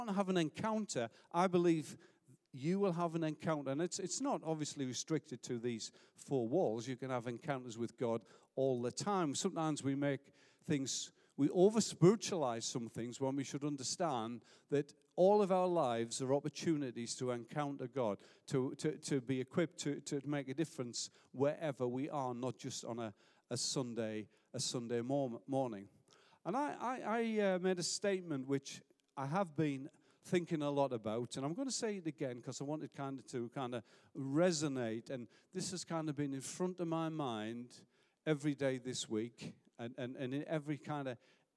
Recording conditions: large echoing room